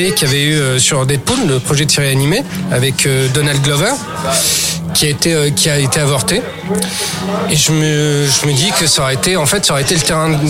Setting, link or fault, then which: setting, busy venue